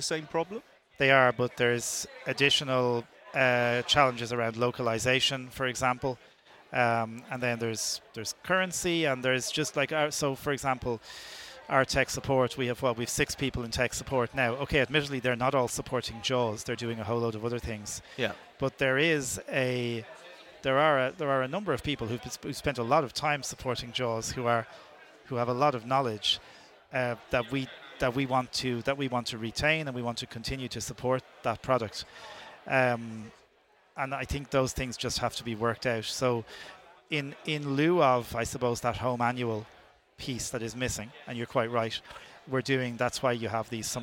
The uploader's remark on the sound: Interviews we have recorded at Sight Village.